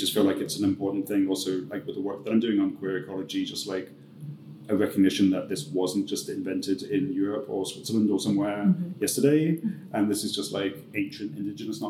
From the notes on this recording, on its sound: During a beautiful, noisy queer festival